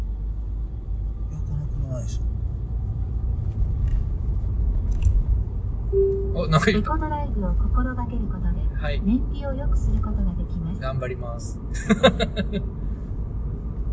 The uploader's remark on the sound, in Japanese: 番外編２ 車中にて。ここからは長野県から三重県松阪市までの5時間のドライブ中の車中の会話収録です。